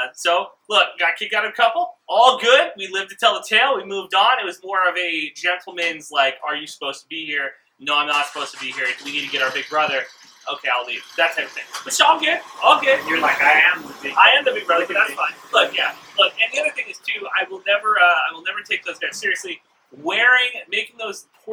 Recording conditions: poor microphone